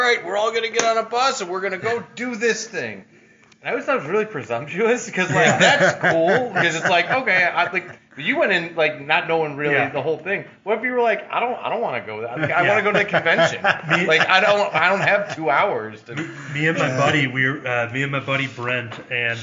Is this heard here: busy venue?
yes